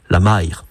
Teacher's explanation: À Guernesey, c'est même devenu une diphtongue, c'est-à-dire 2 voyelles qui se succèdent dans une même syllabe